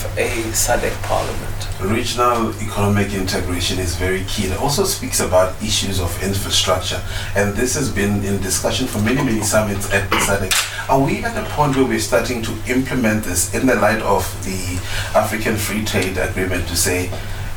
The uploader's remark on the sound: interview with Ubuntu Radio on the sidelines SADC in Kinshasa, DRC